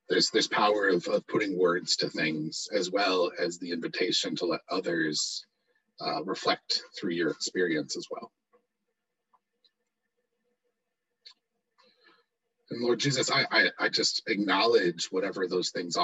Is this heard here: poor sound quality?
yes